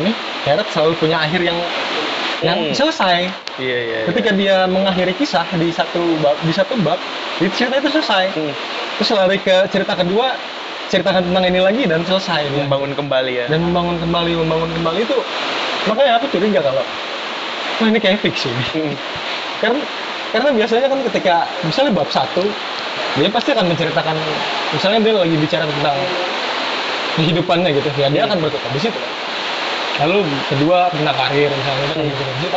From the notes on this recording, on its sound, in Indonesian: obrolan ini juga kami rekam di Kedai Loe Min Toe sehingga suara aliran sungai yang deras di belakang kedai mungkin cukup mengganggu pendengaran